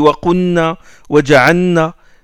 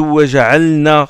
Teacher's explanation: au lieu de prononcer le lam, il l'introduit dans le noun · Shown in: first take · Term: idram